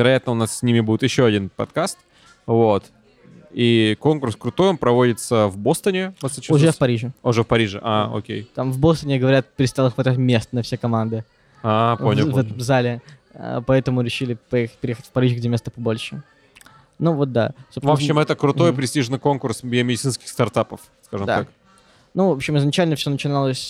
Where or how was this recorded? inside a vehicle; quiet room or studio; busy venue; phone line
busy venue